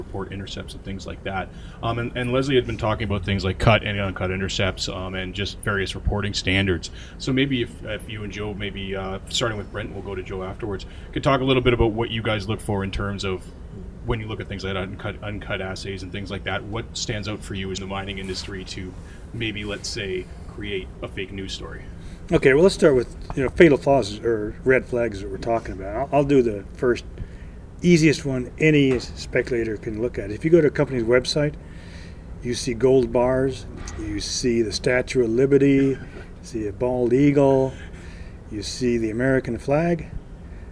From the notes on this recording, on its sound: at AME BC's Roundup 2017 conference